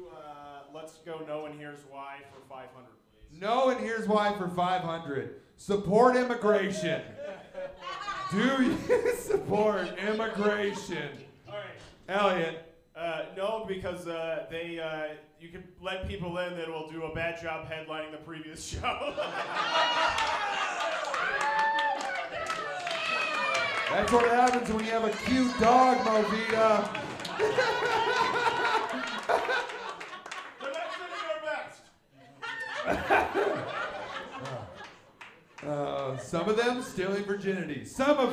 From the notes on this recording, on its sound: This is a live show that provides the set ups, and comedians create the punchlines live on the spot!